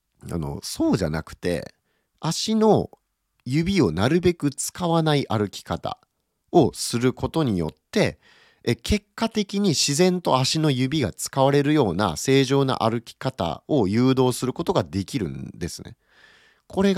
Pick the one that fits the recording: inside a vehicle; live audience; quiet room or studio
quiet room or studio